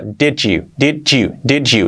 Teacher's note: Did you, fijaos que la, al unirlo rápido se diría este sonido, did you, did you, did you, la D de did se junta con la Y siguiente y esto suena este sonido que parece una H